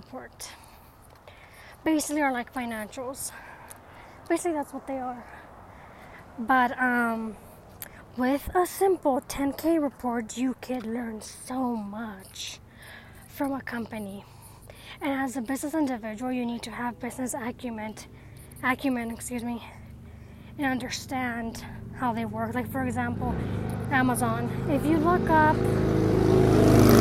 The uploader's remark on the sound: Sound may feel different as it was recorded while on a nature walk.